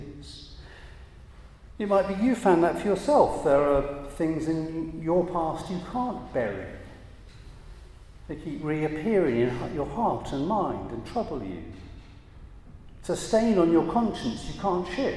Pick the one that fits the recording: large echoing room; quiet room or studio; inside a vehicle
large echoing room